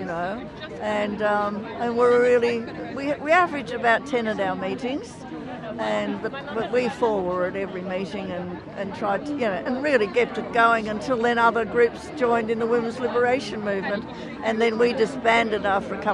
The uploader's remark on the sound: We go outside Victoria Trades Hall. With a very large crowd of people gathered for the unveiling of the workers' hero Zelda D’prano.